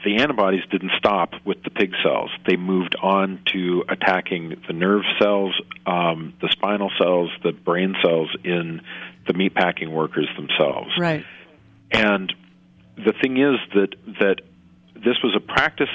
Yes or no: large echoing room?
no